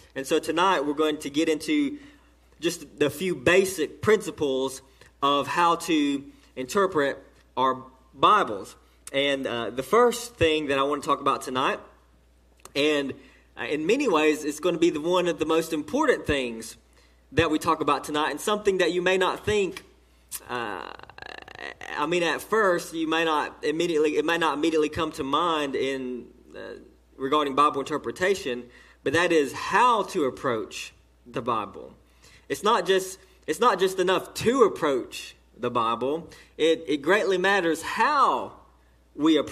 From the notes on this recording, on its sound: delivered to Cottondale Baptist Church in Eastman, GA on 10/7/18 during the 6pm service